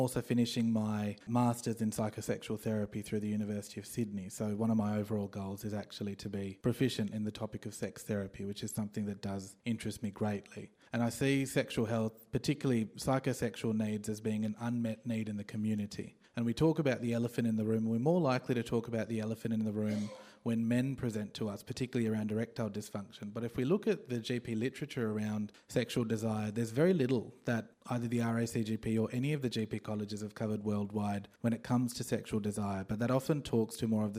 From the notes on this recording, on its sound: live from GP19 the RACGP National Conference